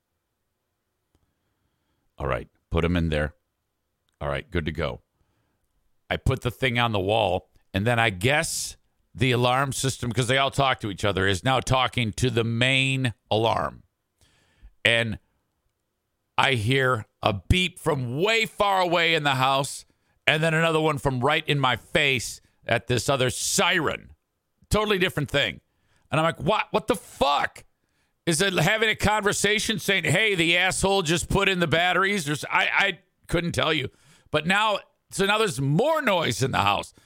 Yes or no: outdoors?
no